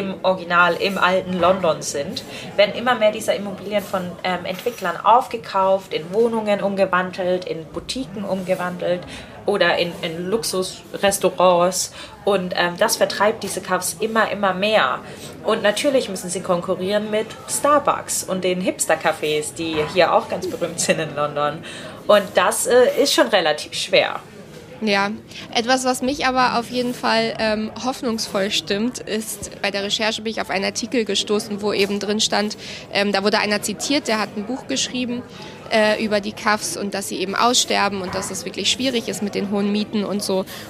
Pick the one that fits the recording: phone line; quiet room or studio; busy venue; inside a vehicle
busy venue